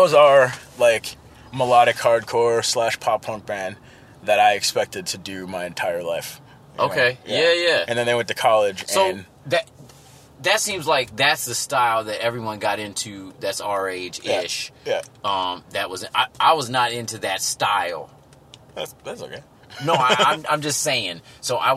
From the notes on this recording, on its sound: rental car outside of the legendary club, First Avenue in Minneapolis